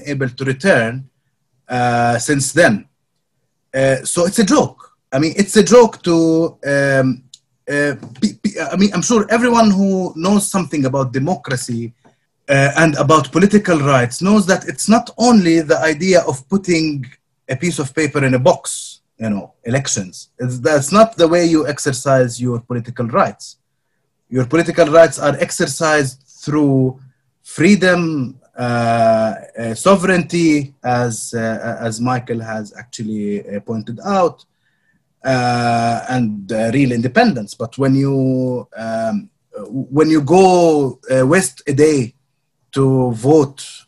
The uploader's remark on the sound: for organising this webinar and for permission to use the audio